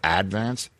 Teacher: we in Staten Island put the accent on the first syllable, Advance